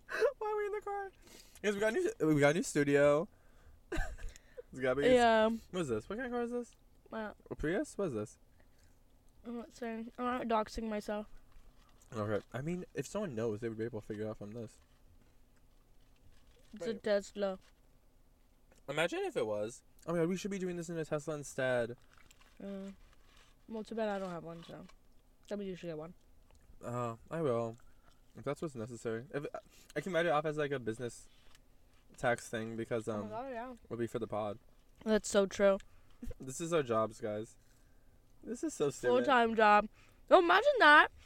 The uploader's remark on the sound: Car Cam. We get McDonalds in the car. People walking around us.